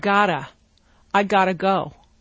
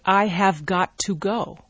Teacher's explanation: When we pronounce them together, the T in American English changes to a D. · Shown in: first take